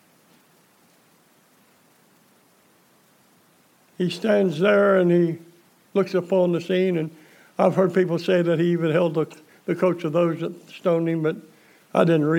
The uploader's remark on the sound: Preached December 27, 2020 at General Baptist Church God's House of Prayer in Fairborn, Ohio